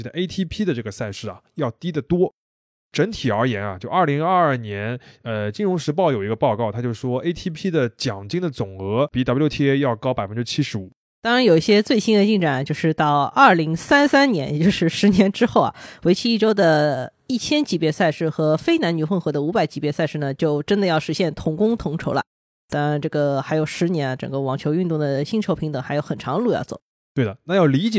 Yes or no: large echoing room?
no